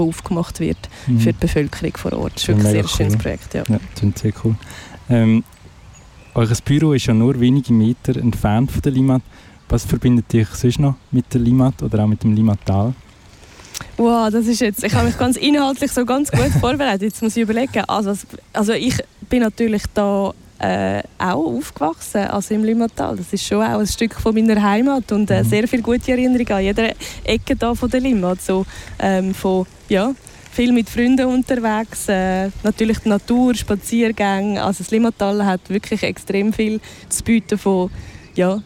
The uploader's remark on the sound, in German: Deshalb zog unsere Ausbildungsredaktion los und sendete in dieser Woche live vom Ufer der Limmat.